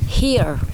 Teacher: como si tuviéramos un golpe de tos ahí al principio, ¿vale? Entonces es una H aspirada, con lo cual aquí es here.